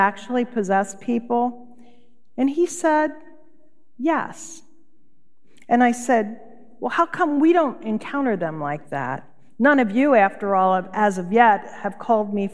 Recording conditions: large echoing room